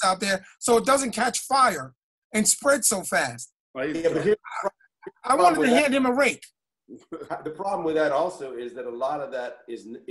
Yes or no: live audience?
no